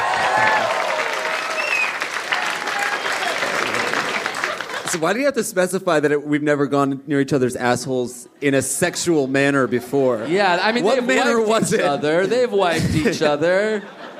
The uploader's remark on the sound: A call from a friend. All live at the Irvine Improv in Irvine, CA!